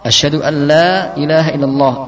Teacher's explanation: kemudian illallah di akhir dibaca 2 sampai 6 harakat, karena di situ adalah mad arif disukun.